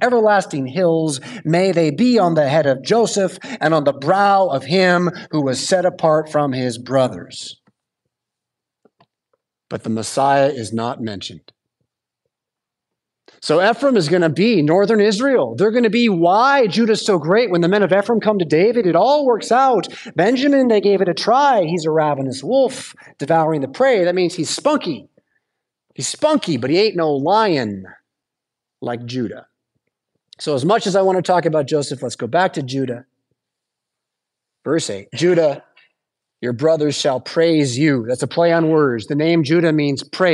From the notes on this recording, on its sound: Preached at St Paul Lutheran Church , Rockford, Illinois on Sunday September 17th, 2023.